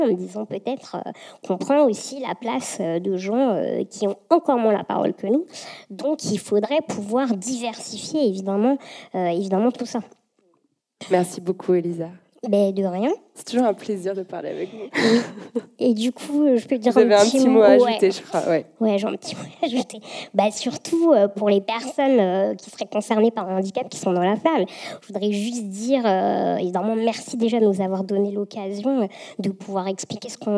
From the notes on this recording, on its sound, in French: enregistré le 11 octobre 2018 au Carreau du Temple dans le cadre du cycle de conférences « Présent·e·s »